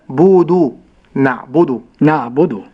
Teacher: والدال لا أقول، لا أجعل الدال كالتاء تو، ولكن أقول دو، نع بدو، نع بدو. ولا أزيد في زمن الباء